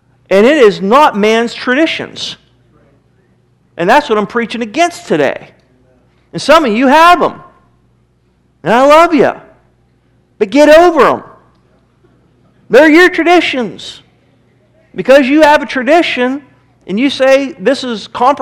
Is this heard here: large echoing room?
yes